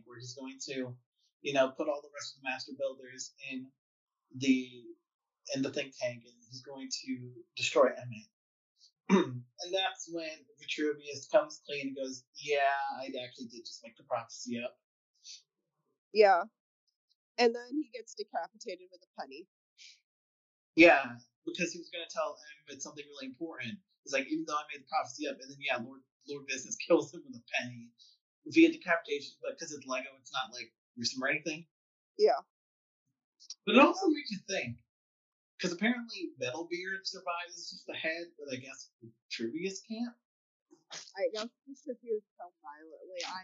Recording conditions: poor sound quality